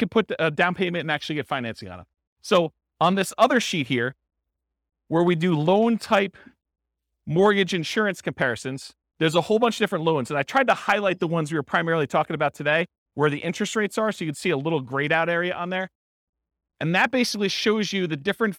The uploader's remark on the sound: This was a live class recorded.